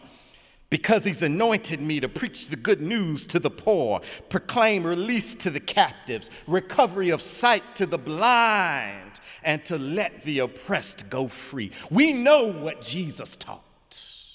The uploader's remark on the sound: Sunday sermon January 28, 2018 in the Memorial Church of Harvard University